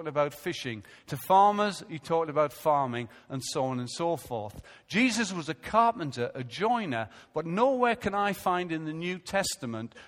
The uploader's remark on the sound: Recorded live at Life Church on Sunday 9th August 2015.